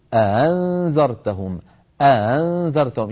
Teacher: فلما نقول آآ، هذا الصوت الهمزة غير المحققة المسهلة سماها العلماء، هي صوت قال العلماء بين الهمزة المحققة والألف لأنها مفتوحة · Term: الهمزة المسهلة